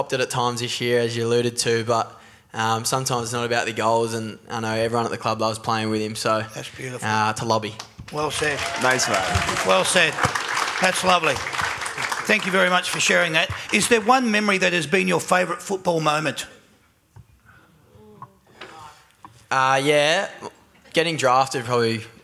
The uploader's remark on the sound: That's Good for Footy panel show LIVE from the Italian Sports Club in Werribee